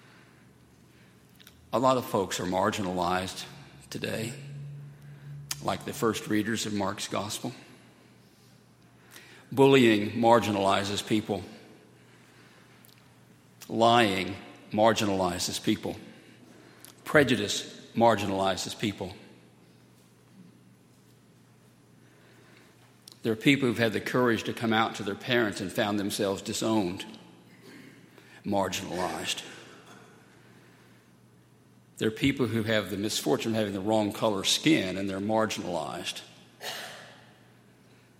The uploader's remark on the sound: At Highland Baptist Church.